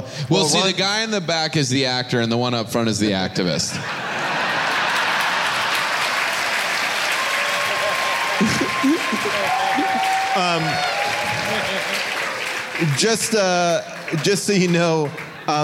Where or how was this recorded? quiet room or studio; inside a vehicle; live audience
live audience